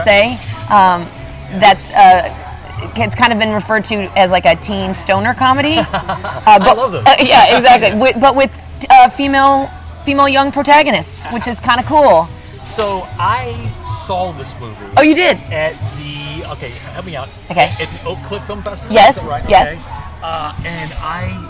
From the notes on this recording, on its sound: From the 3rd Annual TXMPA Impact Awards from Southfork Ranch outside Dallas, TX